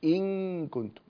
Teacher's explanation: إن كنتم هنا في حالة الإخفاء تلصق في مخرج الكاف، ولا يعد هذا إظهارا لأنها نلصق في مخرج الكاف وليس في مخرج النون، الإظهار هو إلصاق في مخرج النون، فألصق في مخرج الكاف.